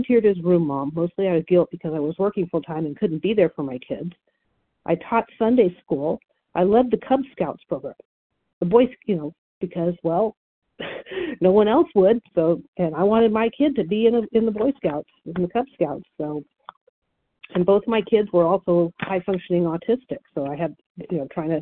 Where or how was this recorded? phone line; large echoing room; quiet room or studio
phone line